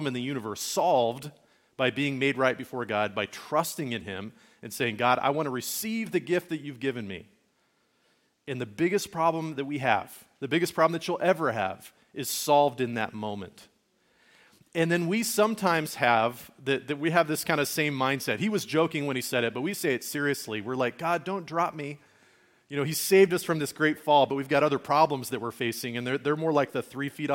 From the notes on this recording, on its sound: Message recorded at Liferoads Church in Spokane, Washington, on Sunday, June 25, 2023.